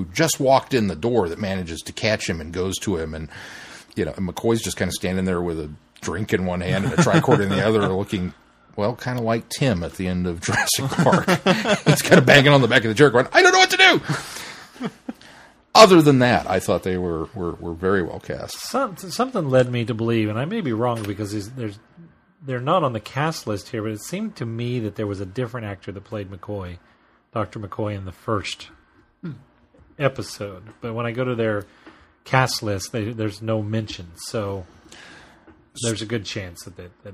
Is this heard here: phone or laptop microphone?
no